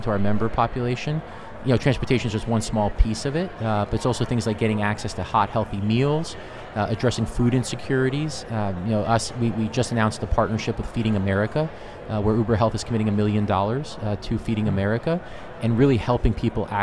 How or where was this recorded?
busy venue